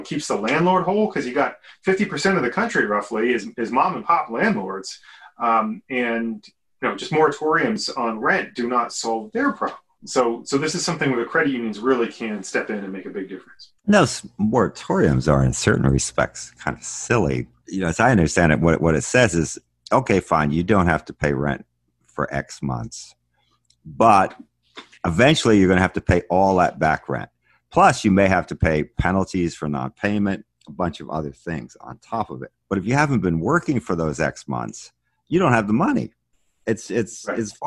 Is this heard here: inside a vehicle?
no